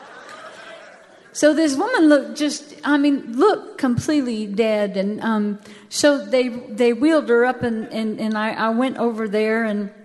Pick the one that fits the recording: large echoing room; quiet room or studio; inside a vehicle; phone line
large echoing room